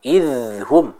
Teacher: idhum ada sedikit suara yang kita alirkan dari bacaan huruf zal tersebut. · Term: mengalirkan huruf zal